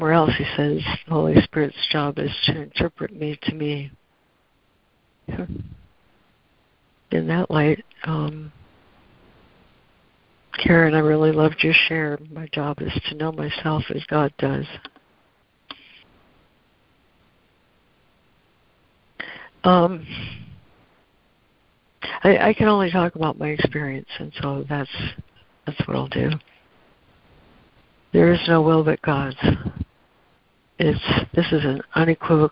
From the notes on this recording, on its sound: ACIM Daily Conference Call